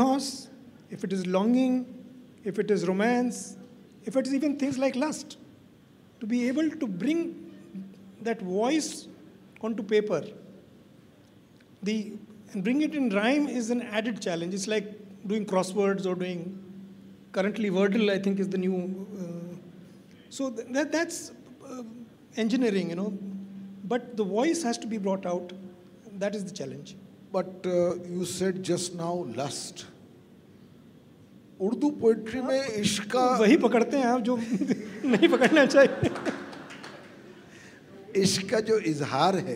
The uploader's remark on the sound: This is a live session from Jaipur Lit Fest 2022.